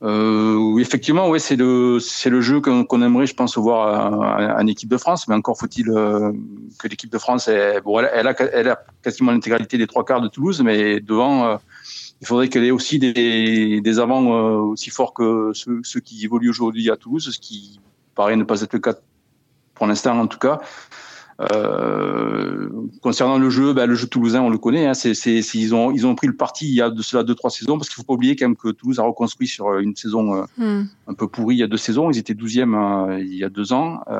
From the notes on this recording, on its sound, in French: Par téléphone. À L'Équipe (Boulogne-Billancourt).